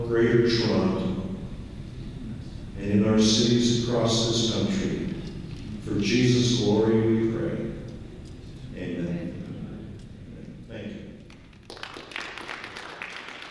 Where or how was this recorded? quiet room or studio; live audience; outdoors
live audience